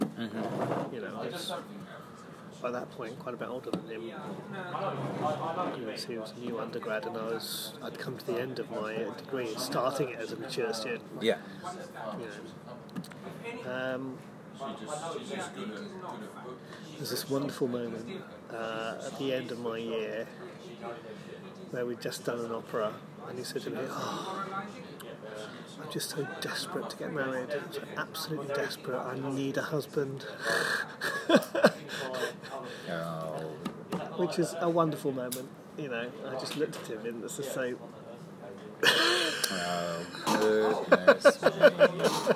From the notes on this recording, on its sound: we are coming to you live(ish)from the garden of my local pub!